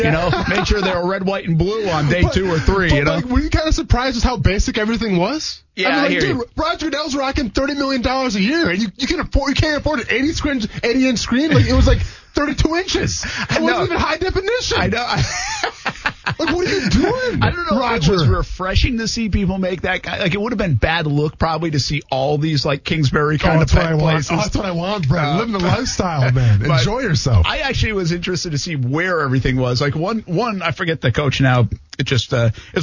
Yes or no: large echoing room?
no